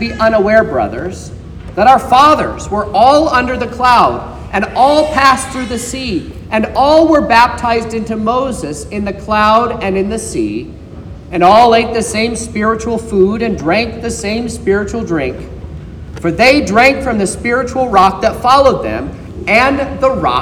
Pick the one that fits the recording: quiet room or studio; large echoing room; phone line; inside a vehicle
large echoing room